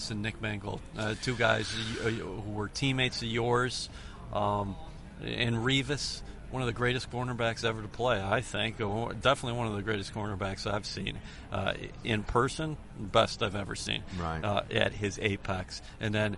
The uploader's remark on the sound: Live at the Combine - Day 3. At the 2017 NFL Combine in Indianapolis.